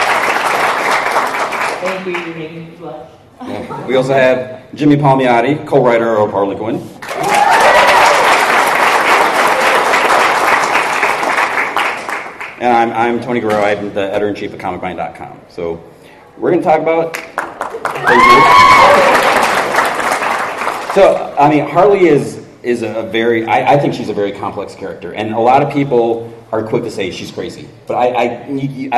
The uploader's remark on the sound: Recorded live at Long Beach Comic Con 2014.